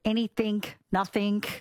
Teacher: pronouncing the G as a K at the end of the words